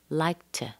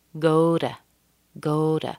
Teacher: we're going to change that O to a schwa, but it comes after a vowel sound. So let's soften that T. · Shown in: second take · Not T, but D.